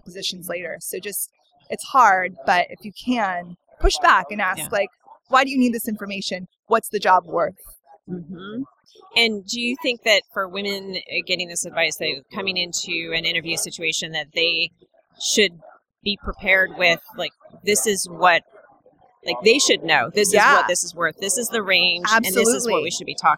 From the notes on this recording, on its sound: Unraveling Pink was on location at the Podcast Movement 2017 conference in Anaheim. Thanks to Shure and TalkShoe, we were able to record during the convention, complete with the buzz of the conference excitement in the background.